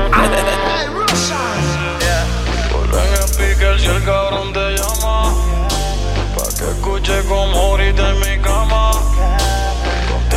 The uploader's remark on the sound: Live At Club Essence